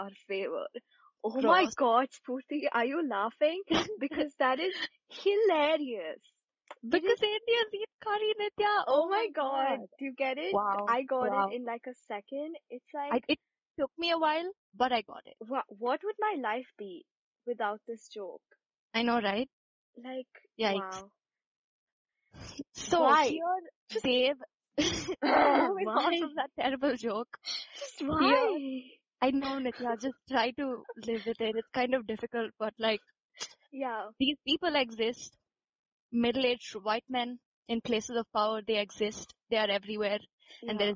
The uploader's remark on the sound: Sorry if the audio is a little patchy guys, we're working on it.